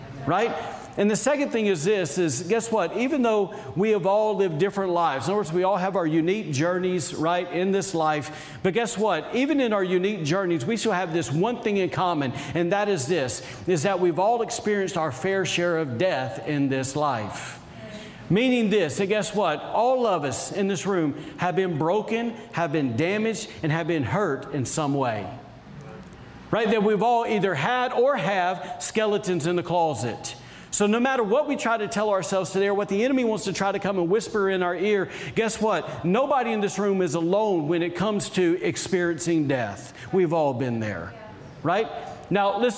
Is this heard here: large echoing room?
yes